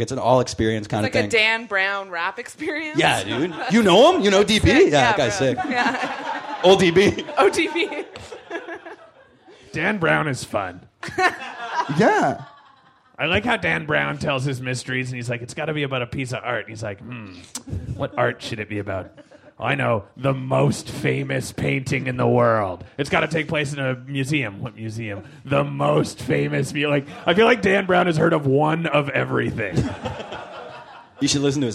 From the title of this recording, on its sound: Live at Bad Dog Theatre